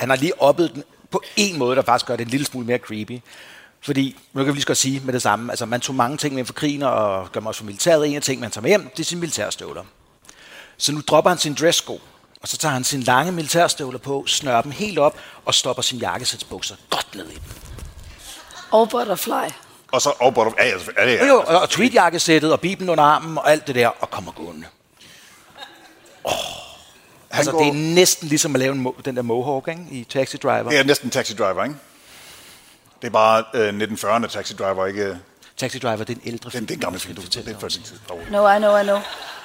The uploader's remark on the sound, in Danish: Live fra Århus Musikhus